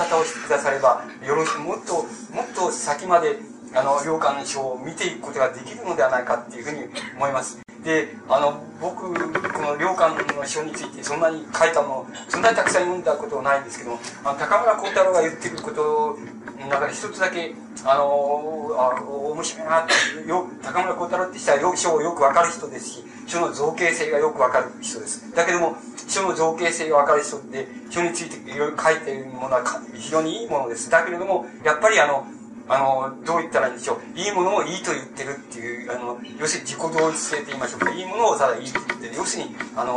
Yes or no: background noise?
yes